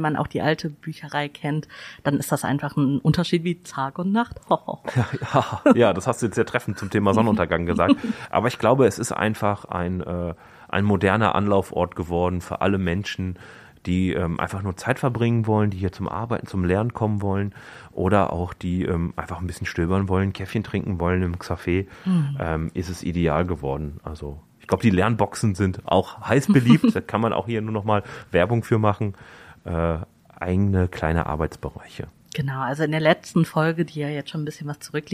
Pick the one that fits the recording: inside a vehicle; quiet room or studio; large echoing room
quiet room or studio